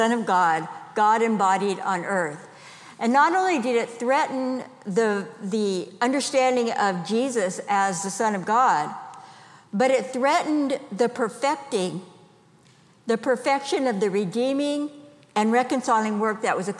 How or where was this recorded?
live audience